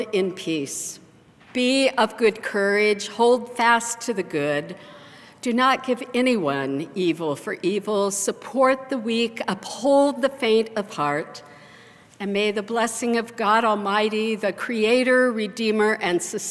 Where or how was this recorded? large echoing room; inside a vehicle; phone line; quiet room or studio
large echoing room